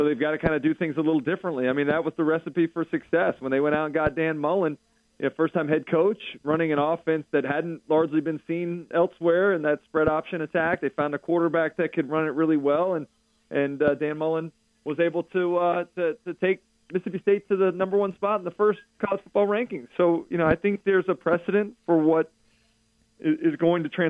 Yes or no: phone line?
yes